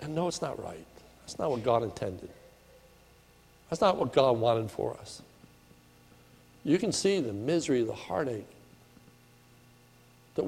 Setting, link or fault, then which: setting, large echoing room